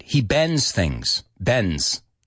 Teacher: cuando ponemos esa D, cuando ponemos la S después, no pronunciamos ese, esa D.